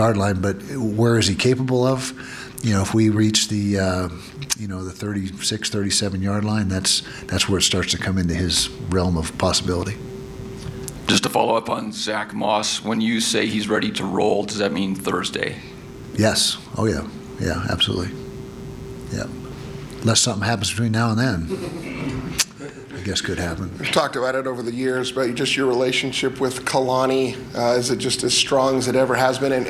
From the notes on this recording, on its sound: Press Conference - August 26, 2019. Addressed the media ahead of the season opener against BYU.